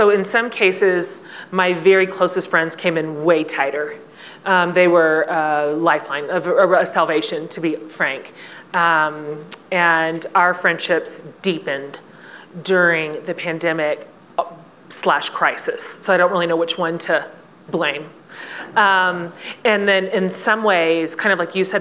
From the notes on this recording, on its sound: this panel from the 2022 Aspen Ideas Festival